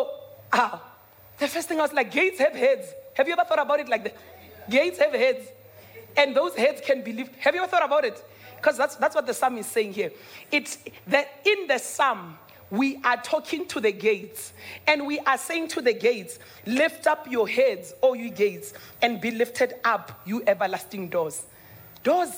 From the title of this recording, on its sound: Dream Conference 2023 (Day 3)